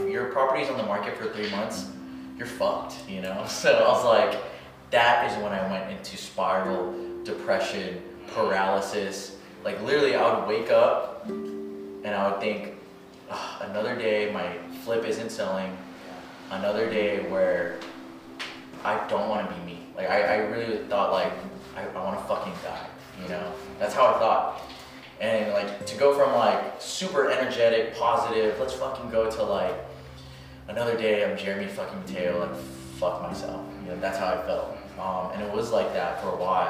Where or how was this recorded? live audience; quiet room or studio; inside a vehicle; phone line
live audience